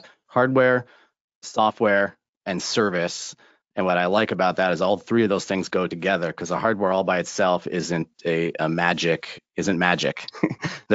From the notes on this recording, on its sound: This episode is the audio replay from a webinar hosted by HydroPoint Data Systems.